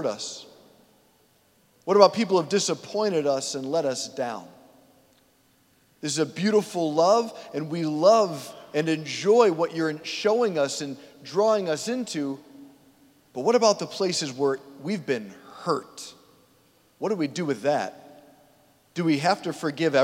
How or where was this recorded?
large echoing room